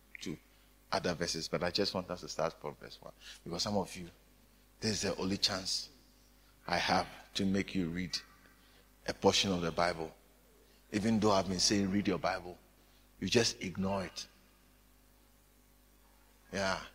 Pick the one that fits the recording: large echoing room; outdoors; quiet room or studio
large echoing room